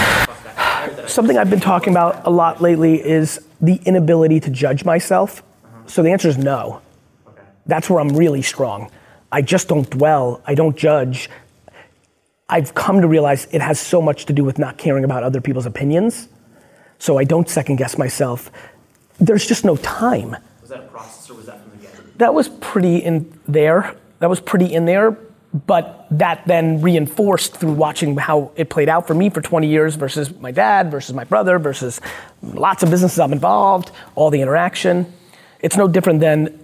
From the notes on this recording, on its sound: At this private dinner, I did a Q&amp;A with the guests. A VIP Q&A Dinner.